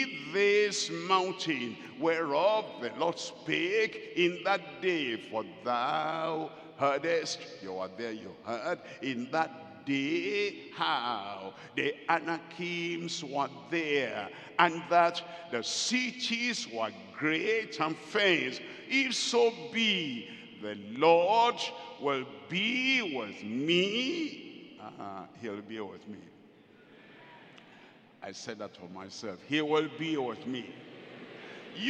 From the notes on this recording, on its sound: At the 50th Anniversary Celebration Service live from Deeper Life Bible Church Headquarters, Gbagada, Lagos, Nigeria.